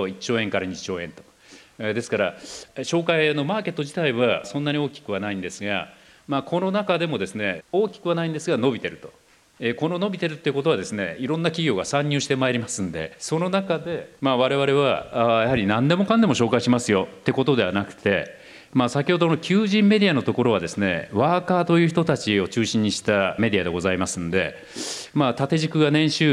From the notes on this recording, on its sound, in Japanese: 東京・東銀座の時事通信ホールで行われた「ラジオNIKKEI 相場の福の神 注目企業ＩＲセミナー」から